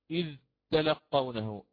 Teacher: إذ أبين الذال هذه برخاوتها · Term: رخاوة